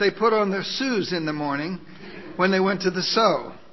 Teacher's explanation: You see, the Ephraimites all had a common speech deficiency or a dialect problem. They could not pronounce the sh sound. It always came out s.